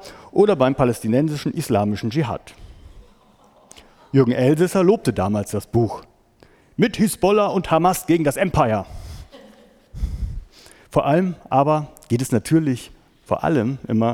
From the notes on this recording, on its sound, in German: Mitschnitt eines Vortrages